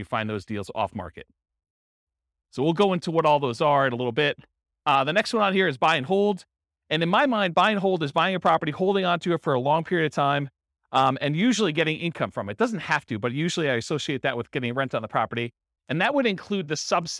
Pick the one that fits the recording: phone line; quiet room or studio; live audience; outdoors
live audience